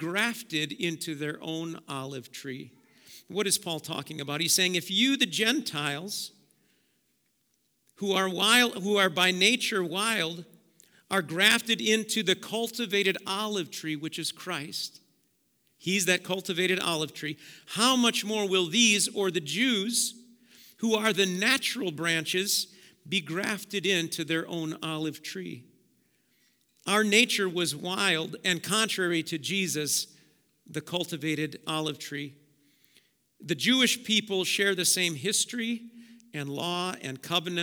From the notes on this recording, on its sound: Preached at Auxano Church 1/22/2023